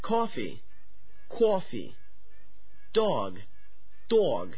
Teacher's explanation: Many New Yorkers pronounce the ah sound almost as if it were spelled aw.